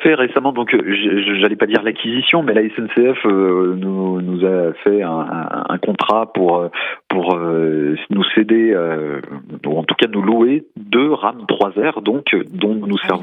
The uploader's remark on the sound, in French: par téléphone